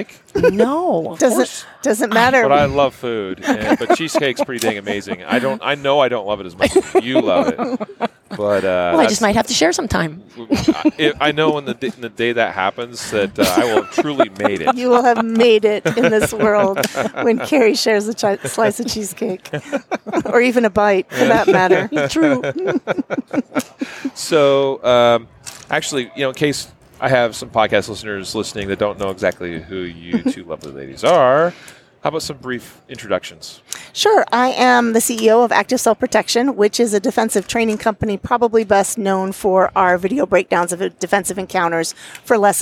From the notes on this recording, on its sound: An interview that was recorded on the SHOT Show floor in the HK booth.